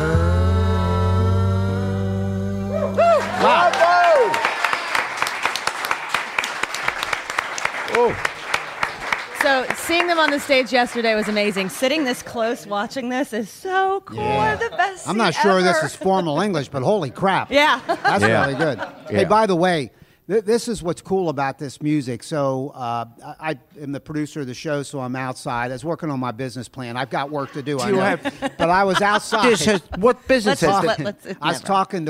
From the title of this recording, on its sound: Live From Whispering Beard